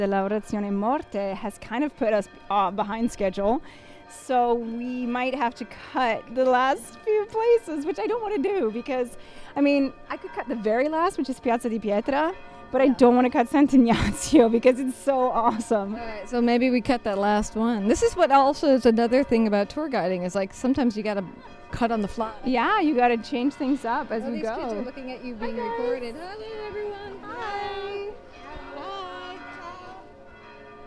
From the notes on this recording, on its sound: We bring you along with us on the final tour of our amazing Rome Adventure last month! During breaks between the sites of this super-secret Rome walk. Pulls out her microphone and interviews a few of our guests.